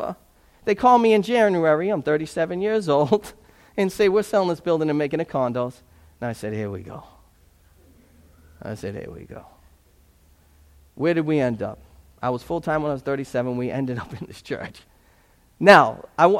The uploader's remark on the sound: This sermon was preached at Restoration Road as a part of an Advent series.